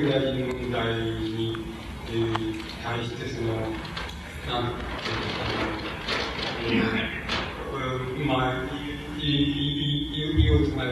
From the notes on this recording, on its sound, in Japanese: うち質疑応答26分。音質：３。主催：地方・小出版流通センター。場所：幕張プリンスホテル。地方・小出版流通センター 20周年記念イベントの講演。やや音声が曇っているが 比較的クリアに収録されている。